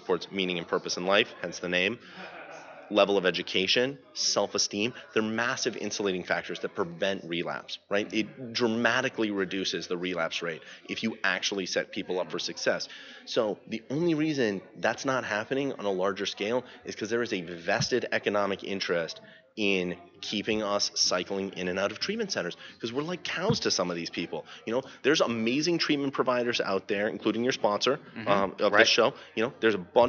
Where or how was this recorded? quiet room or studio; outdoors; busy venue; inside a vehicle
busy venue